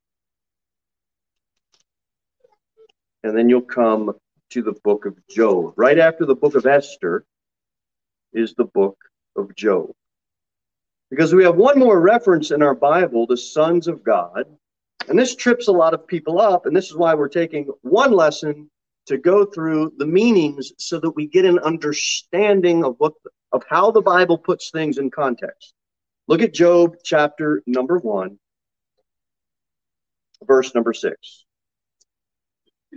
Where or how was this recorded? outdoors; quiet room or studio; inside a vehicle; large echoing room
large echoing room